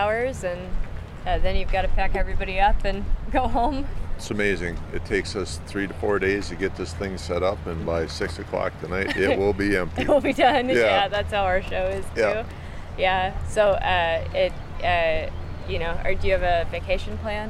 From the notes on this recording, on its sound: takes a recorder around the annual Great Lake Logging & Heavy Equipment Expo in Escanaba, MI